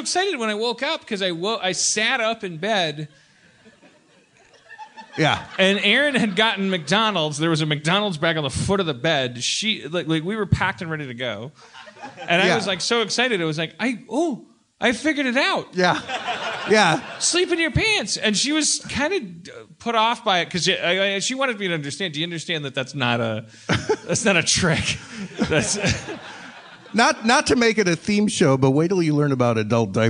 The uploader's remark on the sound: LIVE from Seattle 2014. Live podcast in Seattle to a powerful crowd.